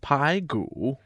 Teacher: Pai, the second tone, and Gu, the third tone.